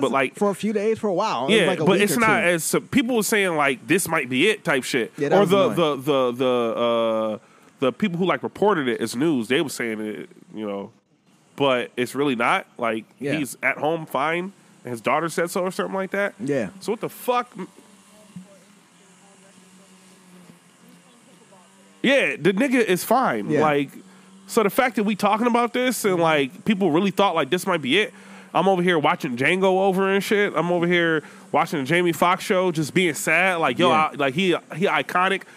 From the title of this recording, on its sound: Outside Edition